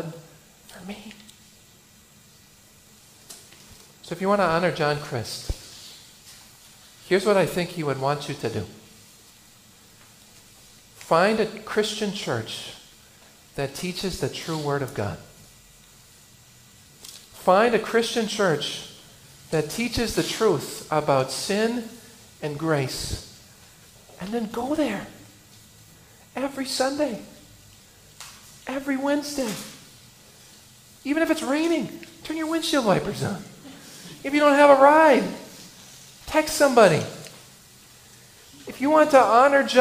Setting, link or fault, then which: setting, large echoing room